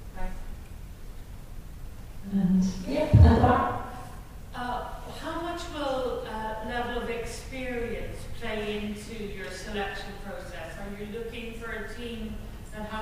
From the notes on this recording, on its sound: To present a special in-person information session and screening on Thursday, 9th February 2023 at the Stella Theatre in Rathmines. We apologise for the quality of the audio from this live event.